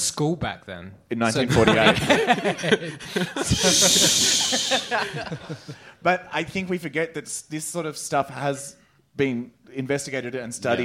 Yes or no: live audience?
yes